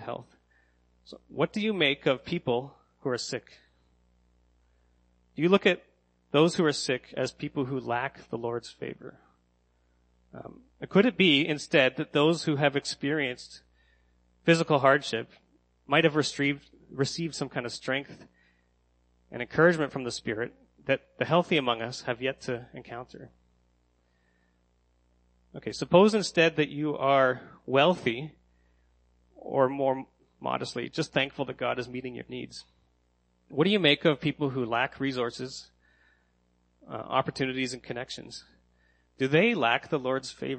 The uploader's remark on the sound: Sermon that I gave at Next Church in Kingston.